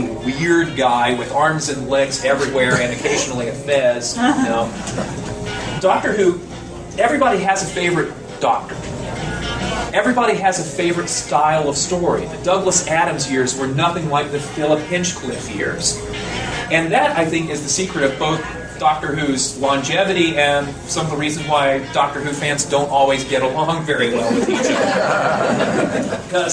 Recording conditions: phone or laptop microphone